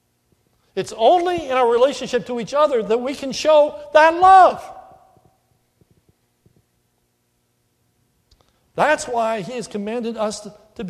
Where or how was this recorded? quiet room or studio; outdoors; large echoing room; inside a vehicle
large echoing room